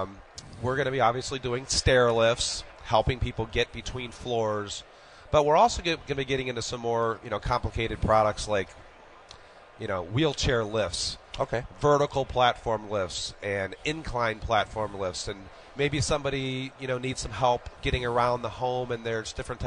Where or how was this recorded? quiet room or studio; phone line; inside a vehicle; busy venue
busy venue